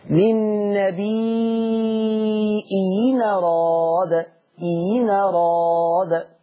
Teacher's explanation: تتعمل ياء مكسورة، تتعمل ياء مخففة مكسورة